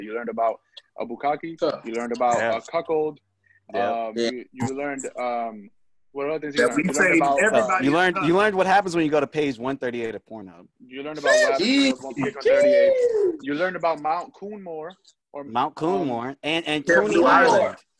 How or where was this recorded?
video call